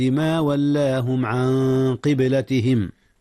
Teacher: أخفي النون قبل القاف، والقاف من حروف الإخفاء. قبلتهم، قلقلة الباء في قبلة حيث جاءت ساكنة، عن قبلتهم التي كانوا عليها.